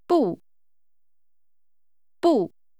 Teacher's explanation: This is pronounced with a falling tone.